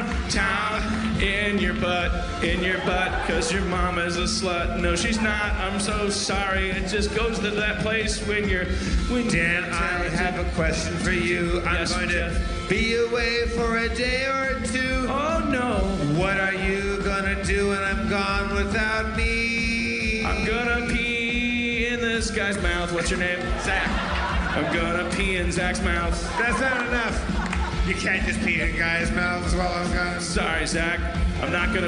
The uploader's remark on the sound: Madison, WI. The audience shouts weird things!